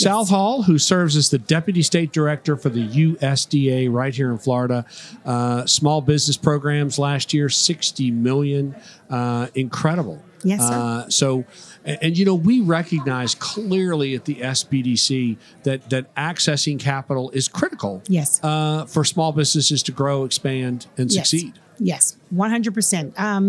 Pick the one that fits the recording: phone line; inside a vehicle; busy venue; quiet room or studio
busy venue